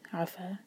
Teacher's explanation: عفا عین پر زور، دو سلیبل والا ورڈ عفا